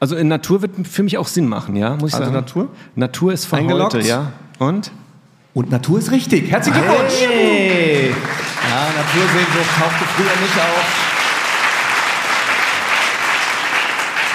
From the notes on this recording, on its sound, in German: Unsere erste Live-Episode präsentieren können, die während des DIES ACADEMICUS 2023 des Instituts für Sportwissenschaft der Universität Mainz vor Publikum aufgenommen wurde.